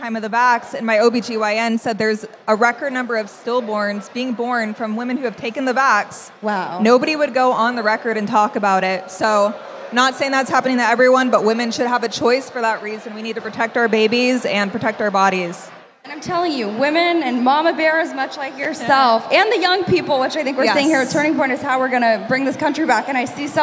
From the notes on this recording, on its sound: Live From ACTCON